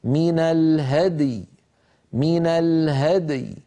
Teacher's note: فلابد من بيان الدال مقلقلة ومن بيان الياء ساكنة، هكذا من الهدي من الهدي، فلا نقول الهدي، لا نجعل الدال تنكسر ولا نجعل الياء أيضا تنمط وتصير رخوة يعني بمعنى ممطوطة ممدودة.